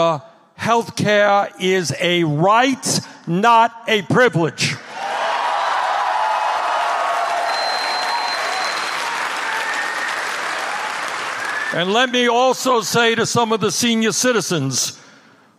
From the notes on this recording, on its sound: Campaign Rally in Council Bluffs Iowa on March 7, 2019